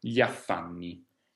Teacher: Gli affanni, anche qui abbiamo la stessa consonante gli, in questo caso però poi abbiamo una A, e quindi la I di gli serve appunto a pronunciare questa consonante un po' particolare. La I però non è assolutamente lunga, noi pronunciamo andando direttamente sulla A